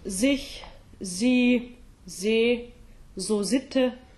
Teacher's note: German is the only language that I know of that the S at the beginning of the word is pronounced voiced, is pronounced like a Z. · Term: Z sound